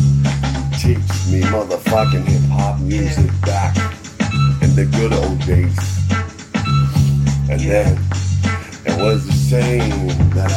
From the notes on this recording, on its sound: Freestyle session...Just beats and me. Quality is not best, because I only got beats from loudspeakers and record it with my mobile.